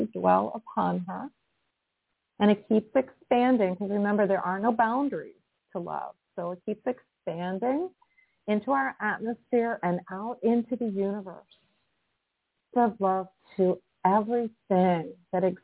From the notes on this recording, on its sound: in response to callers' questions